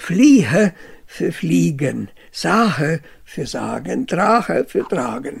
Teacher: Das zwischenvokalische G wird zum Reibelaut, aber mehr als H denn als Sch gesprochen.